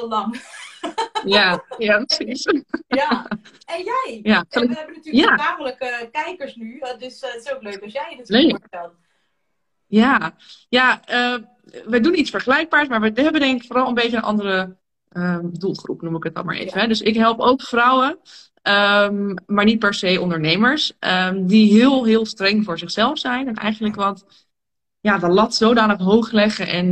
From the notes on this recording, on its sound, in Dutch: een gesprek dat ik live via Instagram had